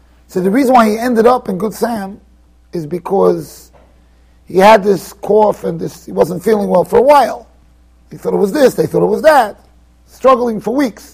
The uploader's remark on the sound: Shiur recorded in Yeshivas Ohr Reuven, Monsey NY.